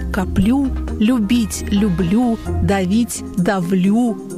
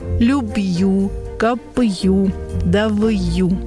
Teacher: Однако сочетания согласных с «йот» были неудобными для носителей. Поэтому на месте йота появился звук «л» · Shown in: first take · Со временем он закрепился, остался в традиции, и теперь мы используем данные формы. · Term: добавочный звук «л»